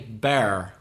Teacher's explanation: I would say the three words the same, but I would say bear with definitely more R sound. There's definitely more R at the end there, yeah.